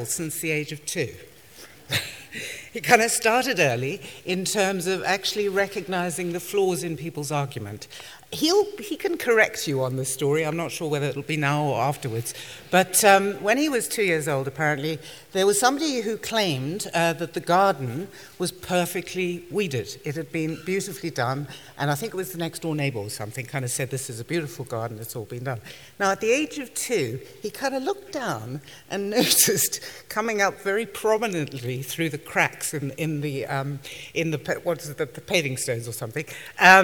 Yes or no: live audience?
yes